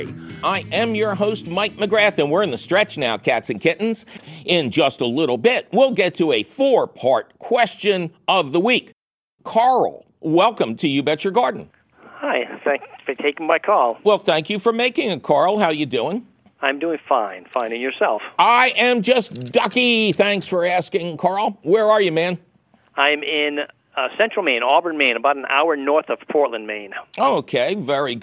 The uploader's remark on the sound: your Fabulous Phone Calls!